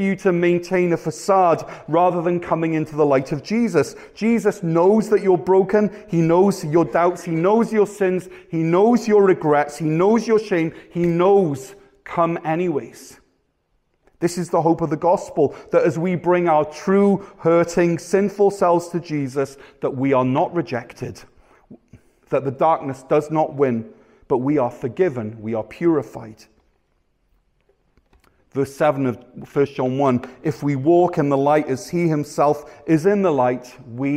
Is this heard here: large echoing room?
yes